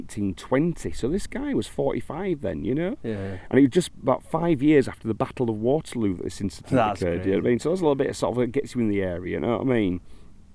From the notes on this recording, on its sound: On location on Ilkley Moor, Yorkshire.